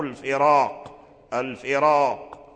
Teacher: الذي جعل الراء مفخمة هو القاف، لأن حرف القاف مفخم، قاف مفخم، فتفخيم القاف وتفخيمه قوي، فهذه القوة تسربت ورجعت حتى إلى الراء الذي تقدمه كسرون.